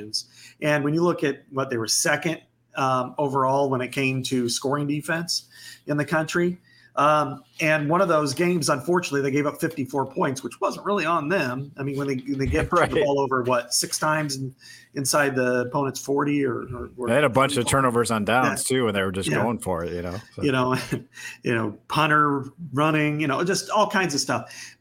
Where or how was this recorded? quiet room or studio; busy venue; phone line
quiet room or studio